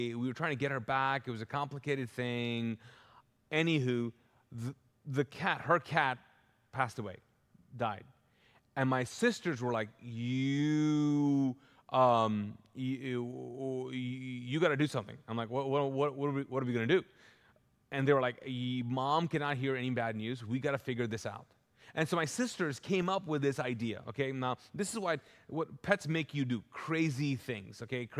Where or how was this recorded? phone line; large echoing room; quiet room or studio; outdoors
large echoing room